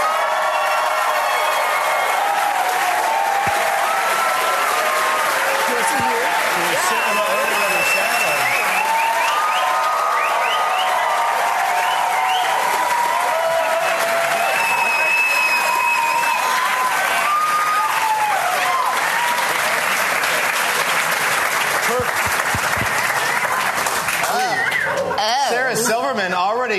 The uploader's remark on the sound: LIVE from Largo Los Angeles